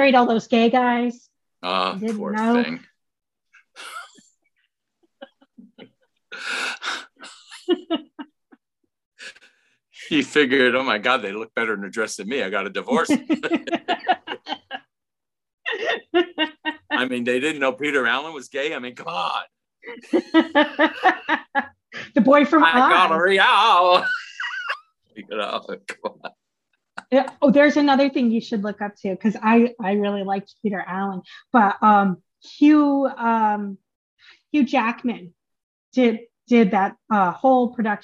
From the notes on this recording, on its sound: I am so sorry for the audio glitches on this episode!